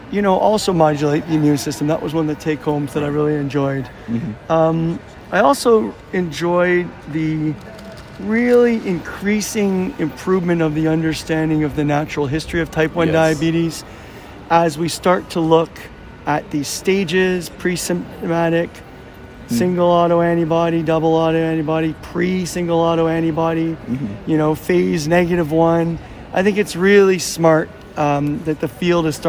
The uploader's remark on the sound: Check out “Heard on the Street” recorded during IDS Paris 2023.